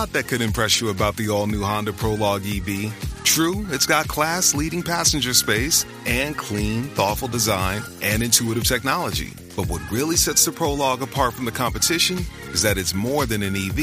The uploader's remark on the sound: Live From Seattle. For this pod they’re live from Flatstick Pub!